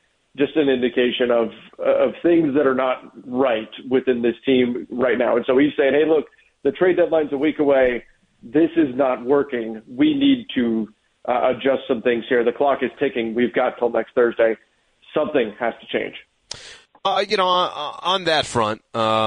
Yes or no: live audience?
no